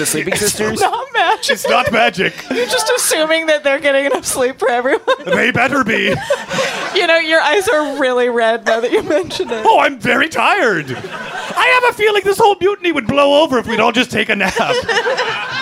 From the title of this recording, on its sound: LIVE at Union Hall